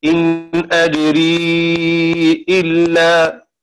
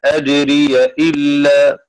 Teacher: قرأ شعبة بإسكان الياء إن أجري إلا، وقرأ حفص بفتحها أجري إلا